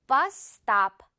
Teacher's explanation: 마치 이 S는 하나만 있는 것처럼 발음을 해주는 거예요. 물방울 이렇게 합쳐졌듯이 버스 스탑. · Term: 연음